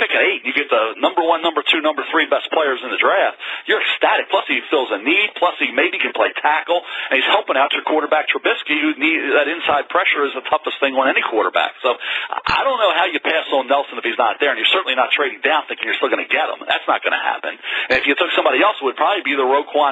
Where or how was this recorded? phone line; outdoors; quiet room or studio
phone line